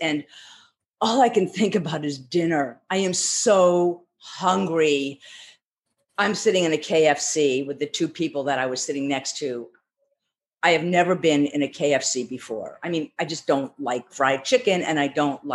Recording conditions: video call